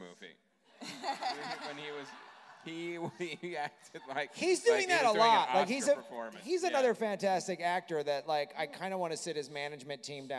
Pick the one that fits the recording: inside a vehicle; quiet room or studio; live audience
live audience